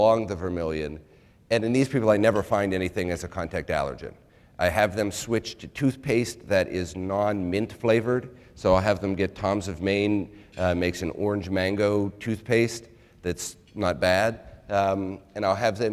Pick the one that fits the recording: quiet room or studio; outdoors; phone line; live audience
live audience